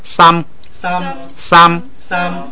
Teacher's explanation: 你看它调不摁下来，它就是读平声的